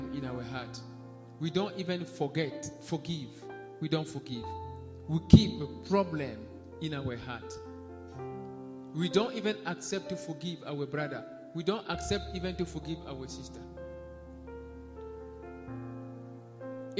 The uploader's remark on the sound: SUNDAY LIVE SERVICE